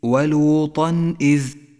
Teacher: ولوطا إذ، التنوين وبعده حرف الهمزة، يظهر التنوين إذا جاء بعده همزة من غير غنة أو تشديد · Term: الإظهار